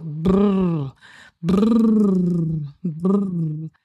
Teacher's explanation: Wir lockern unsere Gelenke, wir schütteln uns aus, wir brappeln mit den Lippen, und zwar so brrr, brrr, brrr.